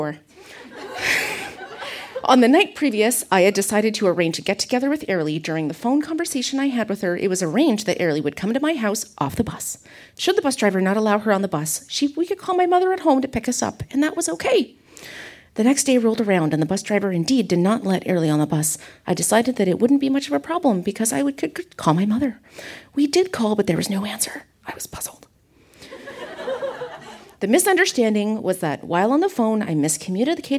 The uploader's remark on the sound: Recorded live at the Kingston Canadian Film Festival. Kingston, Ontario event.